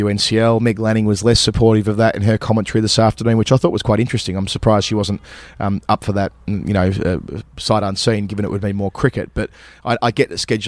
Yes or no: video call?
no